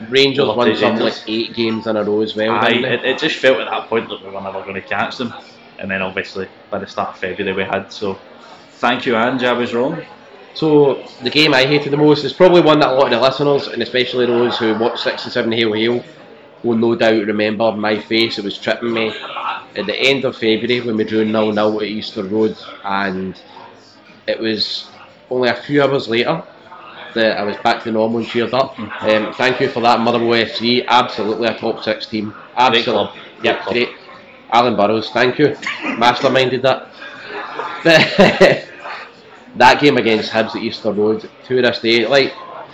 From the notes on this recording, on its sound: From a loud pub, which we could do nothing about